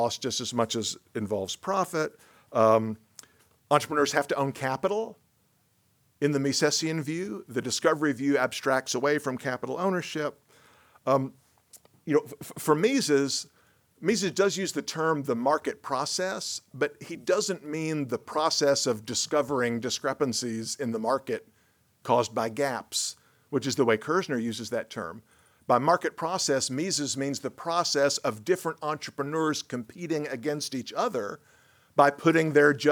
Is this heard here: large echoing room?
yes